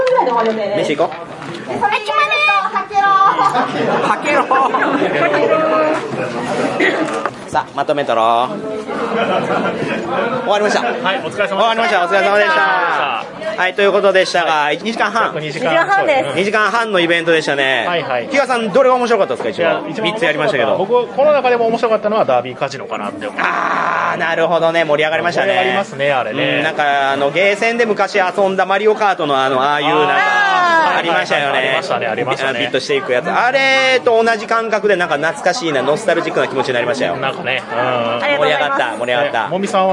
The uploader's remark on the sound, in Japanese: 突撃！すごろくや春の新作体験まつり’24！イベント会場収録のため、騒音雑音が激しく入っております。